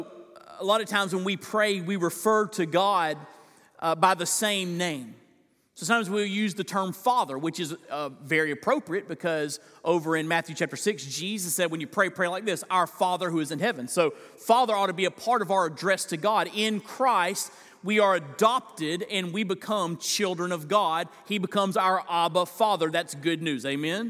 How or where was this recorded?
large echoing room